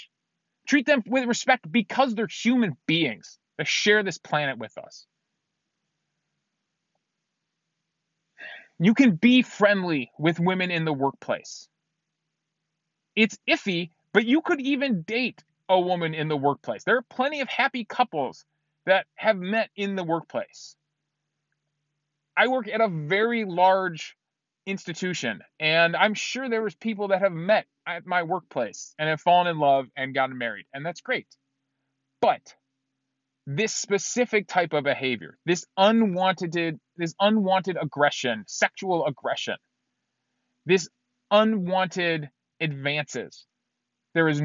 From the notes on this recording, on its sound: recorded in my car after work